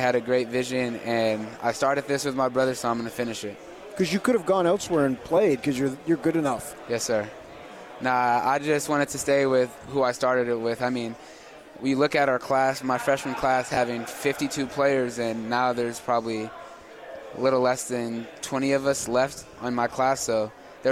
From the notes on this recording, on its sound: LIVE from Pac-12 Media Day in Los Angeles, CA.